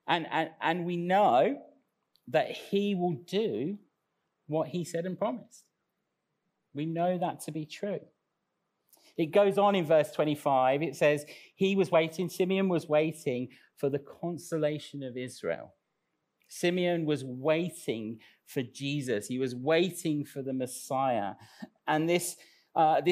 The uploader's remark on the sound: Recorded live at Central Vineyard, Sheep Street, Northampton, Sunday 5th Dec 2021